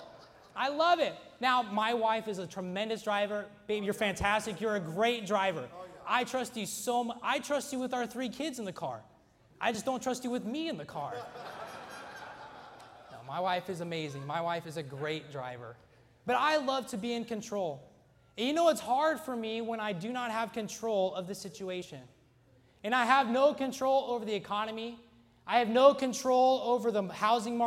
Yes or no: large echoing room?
yes